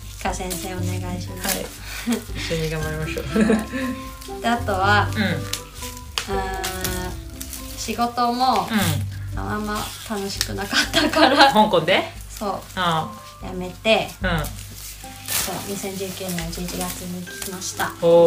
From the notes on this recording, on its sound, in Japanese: ニンニクの皮を剥く作業を行いながら、収録しているので、皮を剥く音も入ってます…